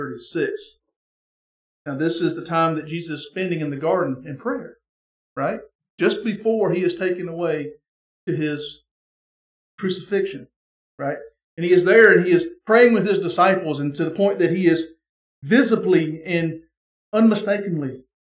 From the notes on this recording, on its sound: the sermon from our Sunday morning Worship Service